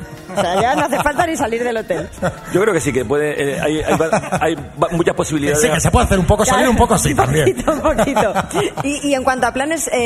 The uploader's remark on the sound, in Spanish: Las Mañanas KISS en directo desde MADRID. Este jueves hemos estado disfrutando en directo de la compañía de todos los oyentes que he han acercado al Caixaforum de Madrid para disfrutar del show que hemos tenido en directo.